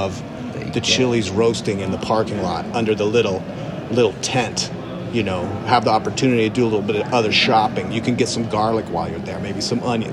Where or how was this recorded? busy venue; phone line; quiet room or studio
busy venue